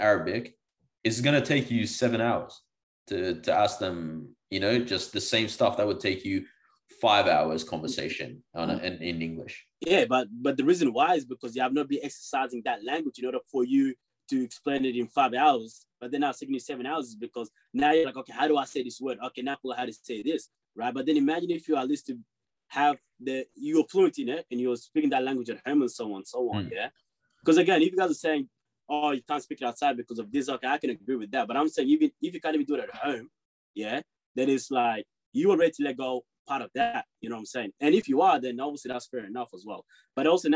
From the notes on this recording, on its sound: Hopefully closer to the last of the zoom episodes